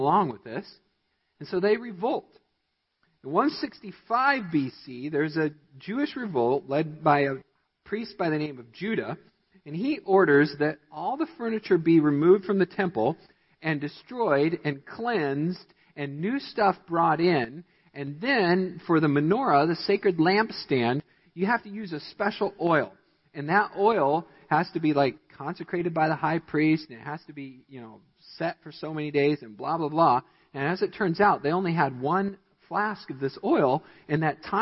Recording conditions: large echoing room